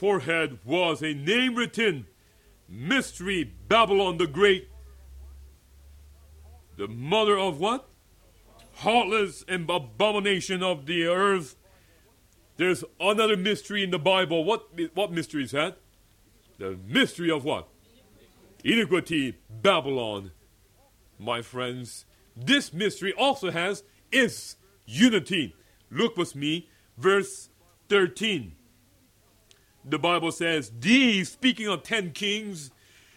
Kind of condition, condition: setting, large echoing room